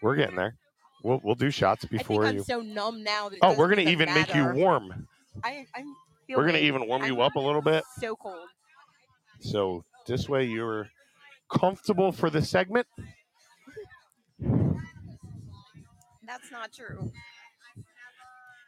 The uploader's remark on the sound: Tonight we come to you LIVE from the Paradise Club as we play a game.